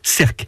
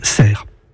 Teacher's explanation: la prononciation originelle était cerque, mais que dès cette époque, la consonne finale n'a plus été articulée et que l'on a dit ensuite cerf